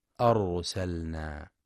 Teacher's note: ينتبه القارئ لتفخيم راء أرسلنا، لأنها ساكنة وقبلها مفتوح